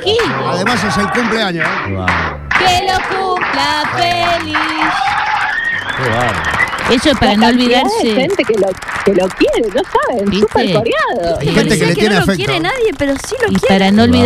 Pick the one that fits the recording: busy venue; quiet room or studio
busy venue